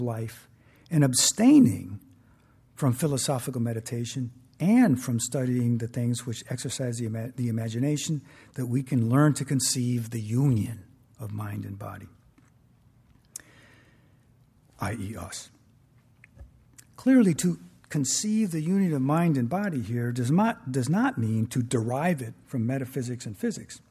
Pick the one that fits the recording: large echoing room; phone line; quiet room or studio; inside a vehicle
large echoing room